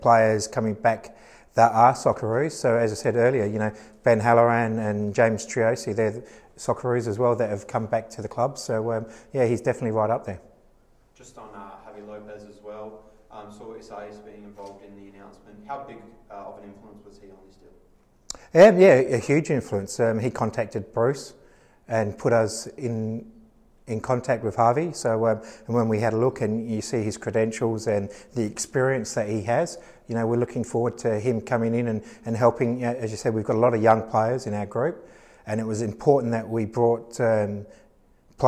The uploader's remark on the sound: Press Conference